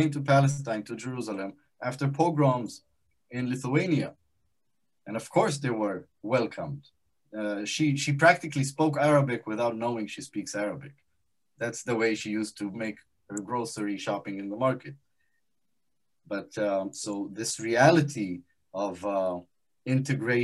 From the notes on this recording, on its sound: This event was held live via Zoom